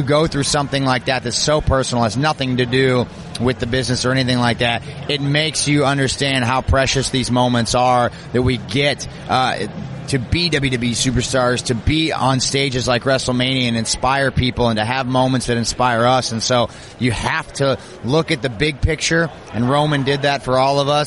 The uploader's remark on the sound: report live from Wrestlemania Axxess